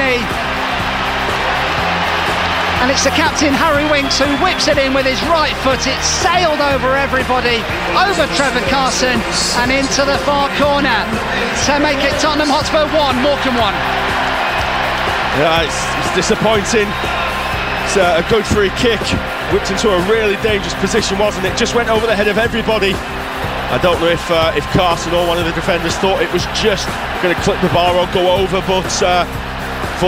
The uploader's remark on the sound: Audio highlights of the action from the Tottenham Hotspur Stadium